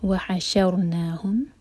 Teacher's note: را ساکن کو ہیوی پڑھا جائے گا کیونکہ اس سے پہلے ہے فتحہ